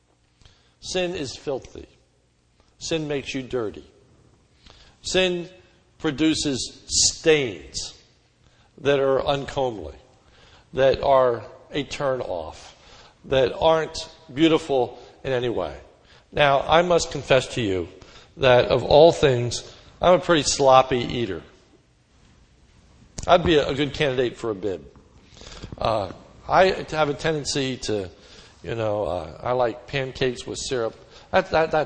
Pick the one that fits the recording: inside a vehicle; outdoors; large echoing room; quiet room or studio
large echoing room